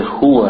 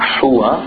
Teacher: هُوَ from the bottom of the throat. · Shown in: first take